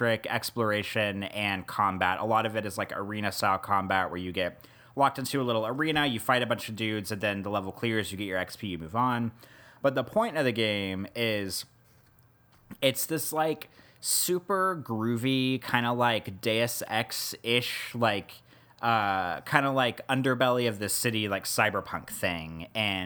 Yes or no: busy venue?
no